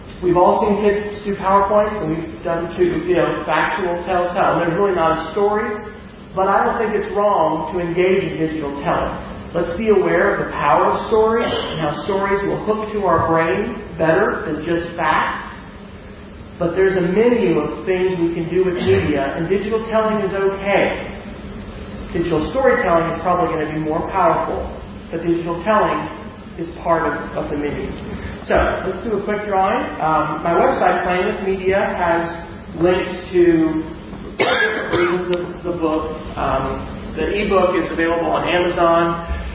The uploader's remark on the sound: Audio recording of the presentation. At Yarmouth High School (Maine).